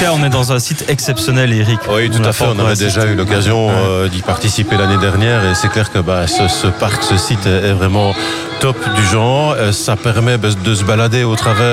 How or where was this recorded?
busy venue